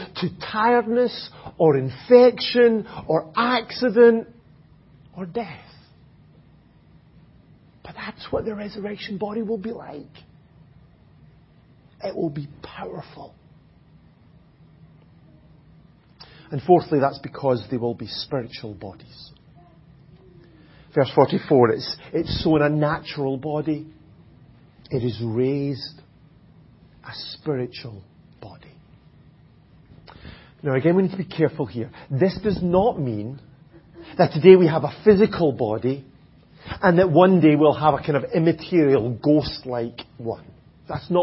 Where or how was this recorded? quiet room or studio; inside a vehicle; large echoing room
large echoing room